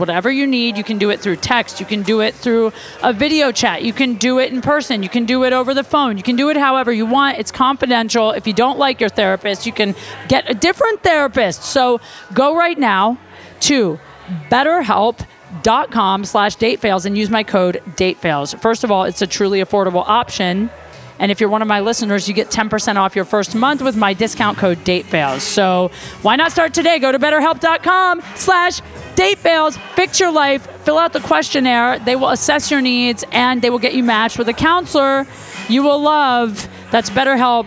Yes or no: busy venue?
yes